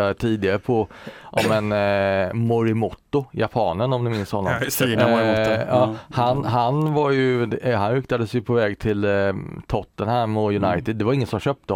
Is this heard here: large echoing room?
no